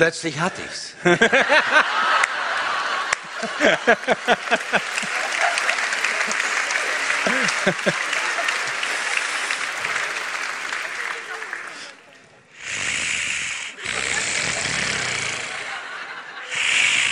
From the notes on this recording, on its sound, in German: Exklusive Mitschnitte von der Bobcast-Tour